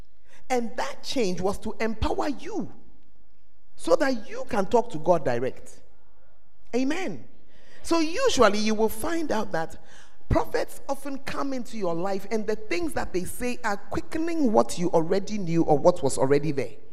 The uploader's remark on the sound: Preached at the First Love Center, Ayeduase